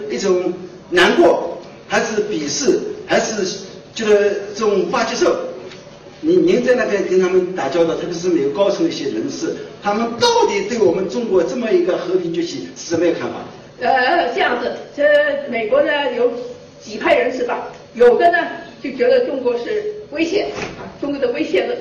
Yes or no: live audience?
yes